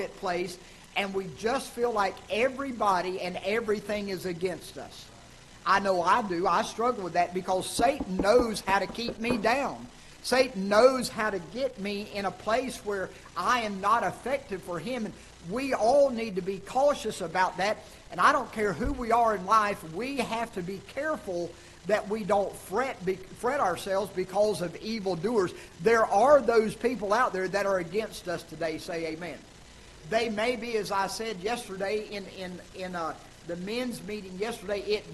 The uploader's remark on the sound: Ketha Heights Baptist Church ~ Live Broadcast.